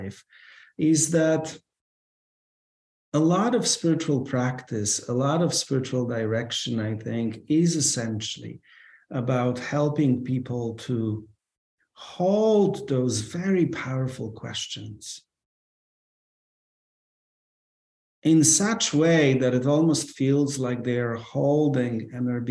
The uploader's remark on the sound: This episode we share the audio of that free preview webinar conversation.